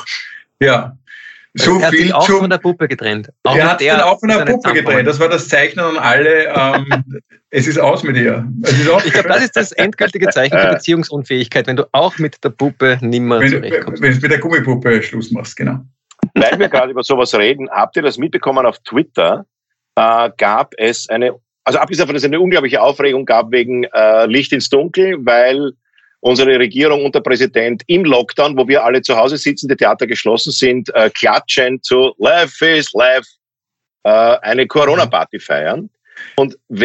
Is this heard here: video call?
yes